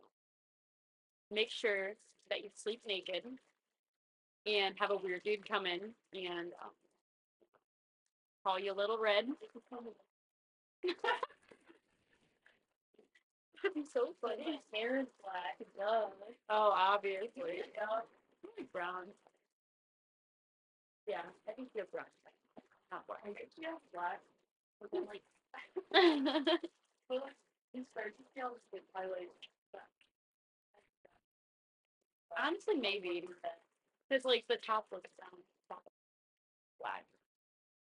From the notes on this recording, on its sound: Sorry about the audio being shit, I think there is something wrong with my mic.